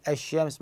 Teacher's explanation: فهاي اللام قاعد ندغمها بالشين · Term: ادغام